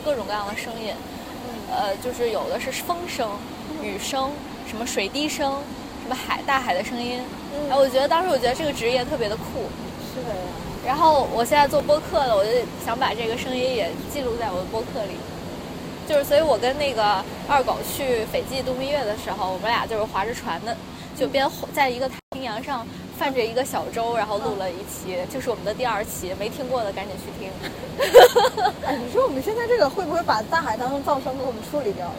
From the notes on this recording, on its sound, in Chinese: 本期是记录了圣地亚哥海边遛弯儿的实时感受，以及圣地亚哥机场背景音的，轻松幽默的一期对谈。如果背景音过于嘈杂引发不适，只能期待大家多包容啦。圣地亚哥海边边走边聊。